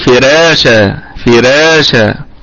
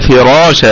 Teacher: عند حفص هذه الراء لأنها مفتوحة ستكون مفخمة وليس لها علاقة بما قبلها · Shown in: second take · Term: الراء مفخمة